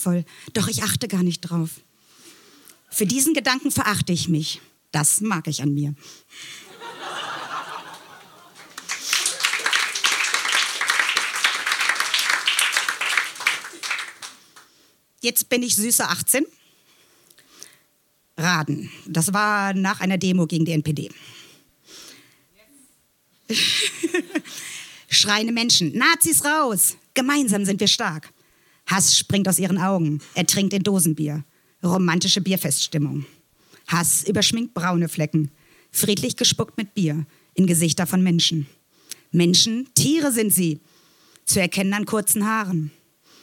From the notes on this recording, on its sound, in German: Auswahl der Beiträge von der „texte von gestern“-Liveshow am 27.04.2019 in der Yoko Bar, Hamburg. Heißen Dank an die Yoko Bar, unser tolles Publikum.